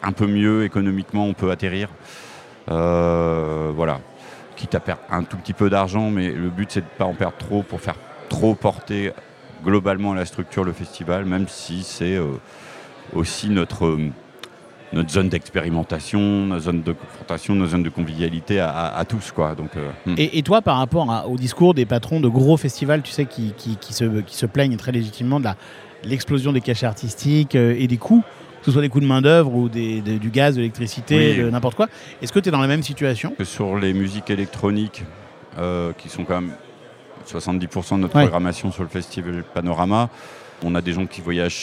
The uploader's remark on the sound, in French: Dans cet épisode enregistré lors du MaMA